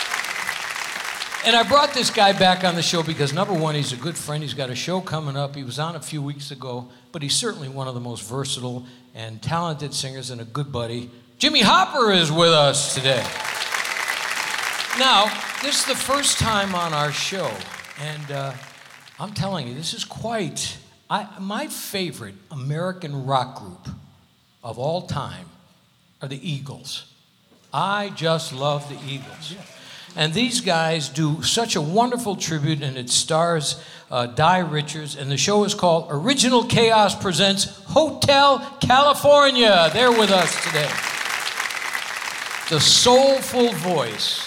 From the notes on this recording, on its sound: Live at the SouthPoint Casino